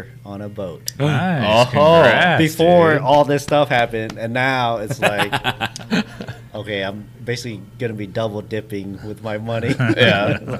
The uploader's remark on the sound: Joins BFF at Firetrucker Brewery!